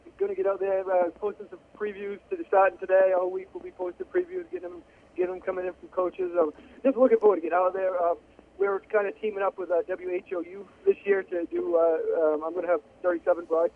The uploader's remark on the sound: joined on the phone